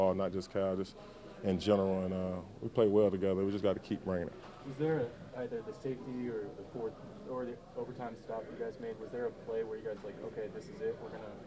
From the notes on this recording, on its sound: Colts-Ravens Week 3 Postgame Press Conference.